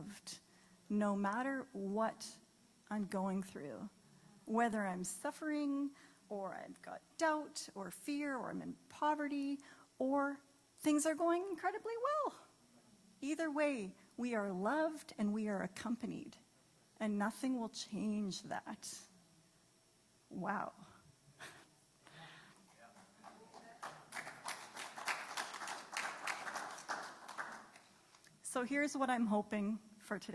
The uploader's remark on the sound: This was a live great live service.